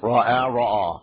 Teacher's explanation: Just a long or a short form of the same kind of A vowel.